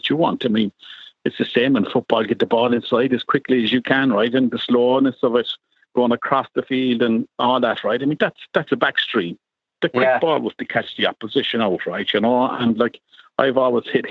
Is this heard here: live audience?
no